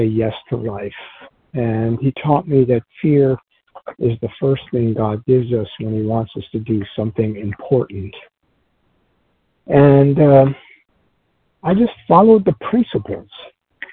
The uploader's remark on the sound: 100 Pounders Phone Meeting